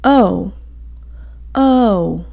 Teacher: English has an O that actually closes to an oo sound.